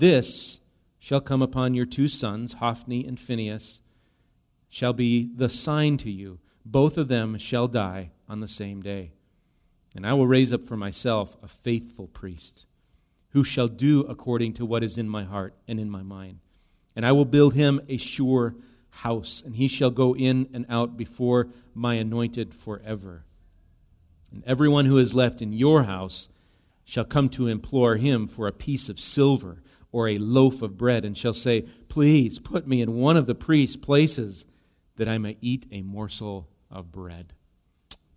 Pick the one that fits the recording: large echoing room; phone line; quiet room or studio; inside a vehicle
large echoing room